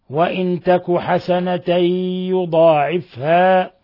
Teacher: بنصب التاء في حسنة مع التنوين وإثبات الألف وتخفيف عين يضاعفها